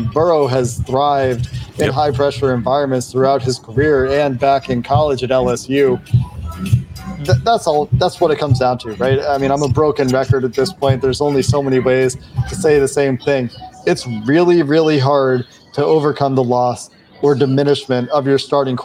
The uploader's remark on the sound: We apologize for the background noise. Was at Dodger Stadium at the time of this recording.